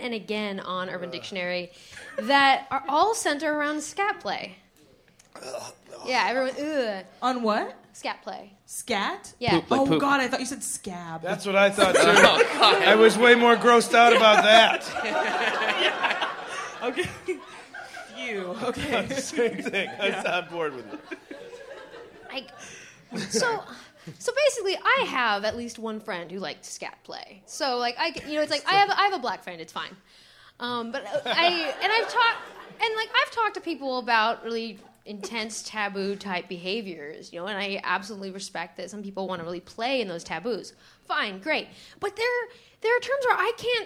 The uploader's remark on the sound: Live at Bridgetown Comedy Festival